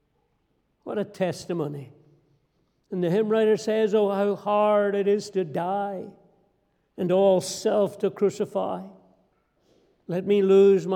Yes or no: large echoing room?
yes